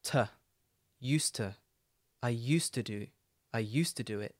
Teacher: the to in used to is usually the weak form